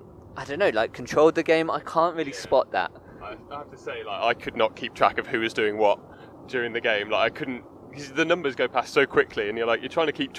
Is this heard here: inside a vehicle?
yes